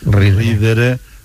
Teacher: la D se pierde, pero porque cae una sonora entre dos vocales se pierde